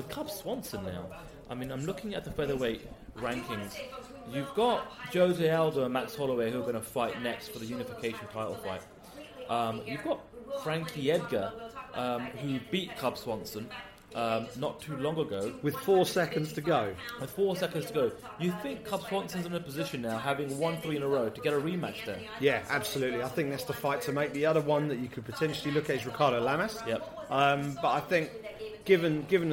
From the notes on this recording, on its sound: Watching UFC 206 from a casino! As they deliver their live reaction to the fights on an incredible night at UFC 206 as they watched the action unfold from the viewing party at the Grosvenor Casino Russell Square in London.